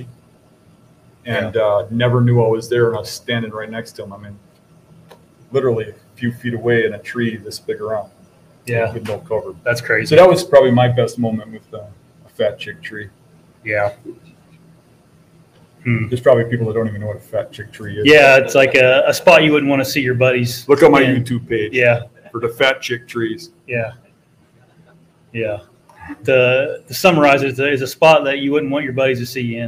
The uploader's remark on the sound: LIVE BEAST Gathering at Buck Shots Bar and Grill! Live at Buck Shots Bar and Grill in Clarkston Michigan.